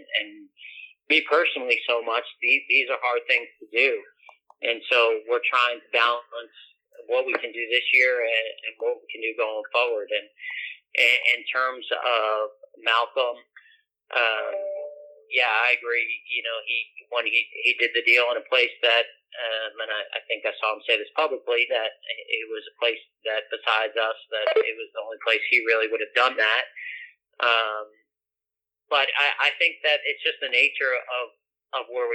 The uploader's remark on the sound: his conference call with the media